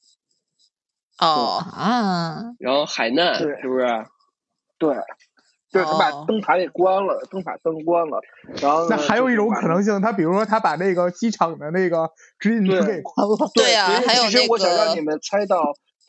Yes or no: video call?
yes